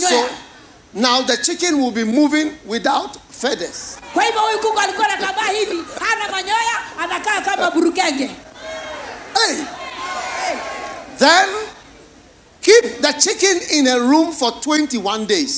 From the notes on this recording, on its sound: Preached at the Healing Jesus Crusade, Nyeri-Kenya, on the 2nd & 3rd December, 2022.